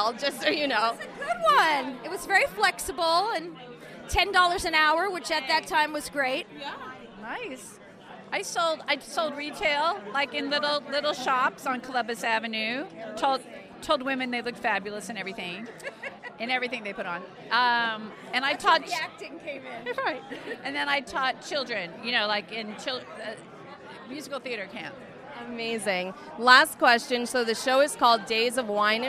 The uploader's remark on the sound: Live from "Days of Wine and Roses" Opening Night Red Carpet. The episode opens with a MIC CHECK.